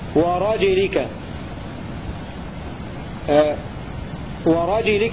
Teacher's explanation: قوله واكسروا إسكان راجليك عملا، أي روى حفص بكسر الجيم بدلا من سكونها في وراجليك